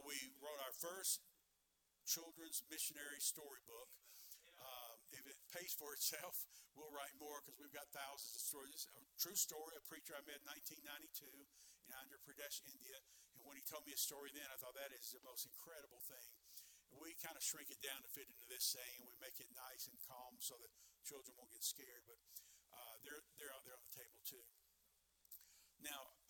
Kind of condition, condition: setting, large echoing room